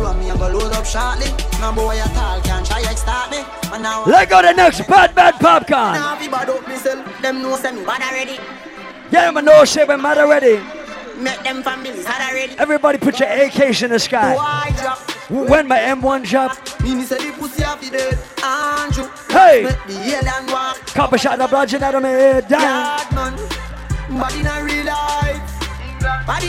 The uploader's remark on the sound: LIVE AT ISLAND SATURDAYS